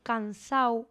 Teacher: omitiendo esa D intervocálica, ¿verdad? Intervocálica que está entre dos vocales porque se hace más cómodo.